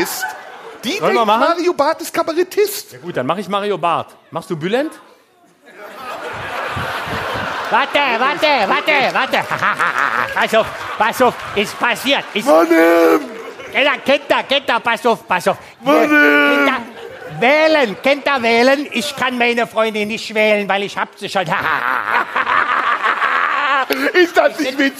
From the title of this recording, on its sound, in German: Live im Tipi